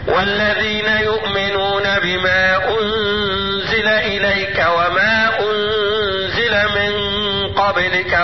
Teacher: عملت ايه؟ قصرت المنفصل بمقدار حركتين وجيت على المد المتصل عملت فيه ايه؟ وصلته بمقدار اربع حركات